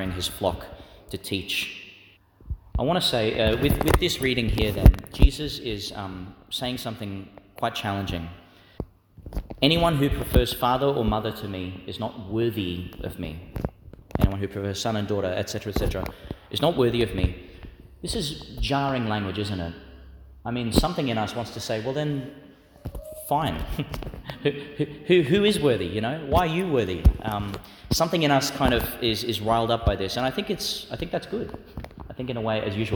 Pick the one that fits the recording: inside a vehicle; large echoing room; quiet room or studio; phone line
large echoing room